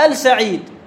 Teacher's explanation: حرف شمس السين إذا دخلت عليه الألف واللام ما تلفظ اللام